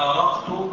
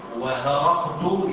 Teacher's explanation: فغلبت الهمزة هاء، لأن الهاء أخف من الهمزة، وإن كان مخرجهما واحد، مخرج الهمزة والهاء واحد، ولكنها بدلت لخفتها، كما يقال هرقت بدلا من أرقت.